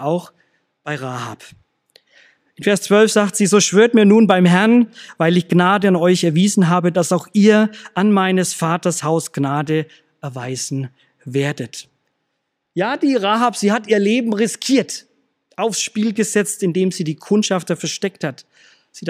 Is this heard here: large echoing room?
yes